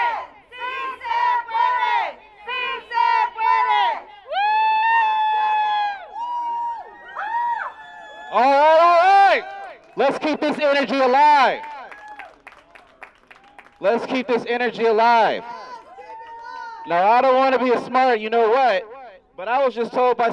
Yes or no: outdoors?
yes